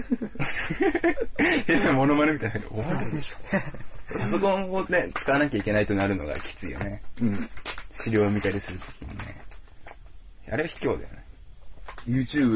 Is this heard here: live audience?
no